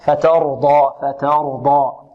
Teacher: مفخمة لأنها مفتوحة، أرى ربك فترضى فترضى. التاء هنا مرققة والراء مفخمة، الراء مفخمة لأنها مفتوحة